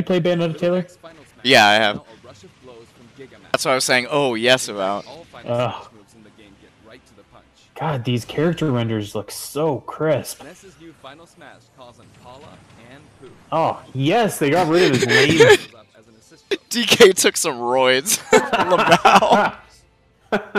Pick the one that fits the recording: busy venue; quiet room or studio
busy venue